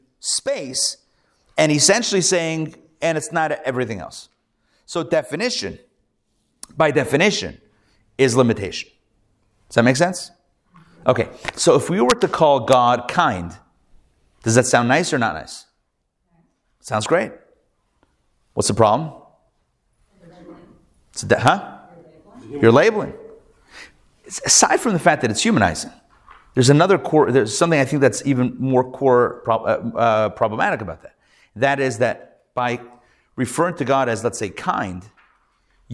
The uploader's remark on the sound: Recorded Live at The Torah Center ATL on Wednesday, December 6, 2023